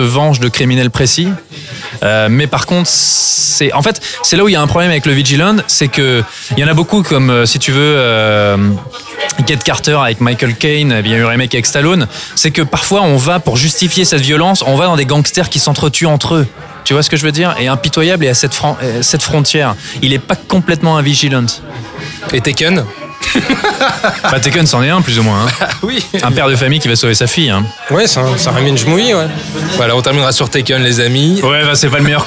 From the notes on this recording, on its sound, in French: Enregistré au Hurling pub (8 Rue Descartes, 75005 Paris), le samedi 12 mai 2018.